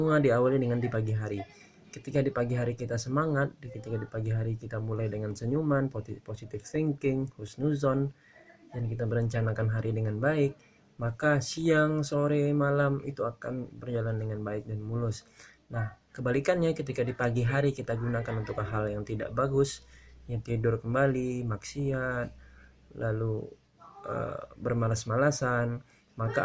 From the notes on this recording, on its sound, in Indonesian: Podcast ini aku rekam di siang hari. Dan maaf dengan noise yg ikut terekam juga.